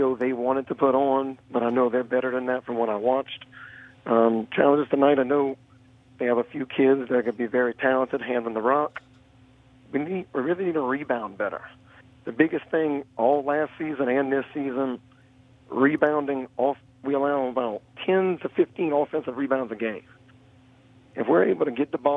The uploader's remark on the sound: In the 2nd segment of the show we go to the phone lines